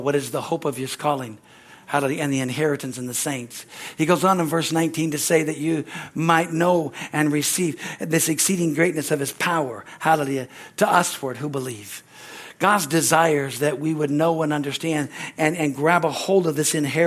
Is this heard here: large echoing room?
yes